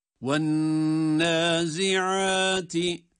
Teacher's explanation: وَالنَّازِعَاتِ derken şeddeli nunu tutuyoruz.